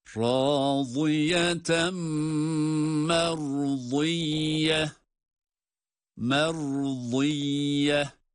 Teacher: Râziyeten vâd harfi hem kalın hem kendine ait sesiyle râziyeten şeklinde okunsa da bir sonraki kelimeyle beraber okunması halinde itgam ma'al gunne yaparak telaffuz ediyoruz